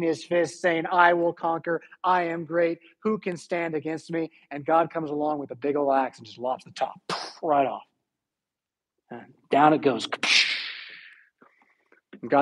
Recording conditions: large echoing room